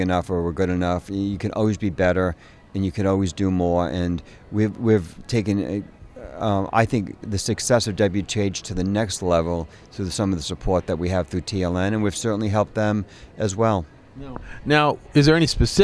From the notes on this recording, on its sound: At the recent EDGE conference.